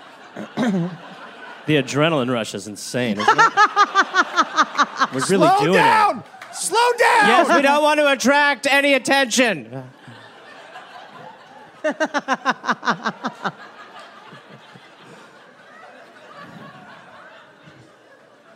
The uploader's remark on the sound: live in Brooklyn